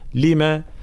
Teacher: كلمة لما هنا للسؤال، فلا نثبت المد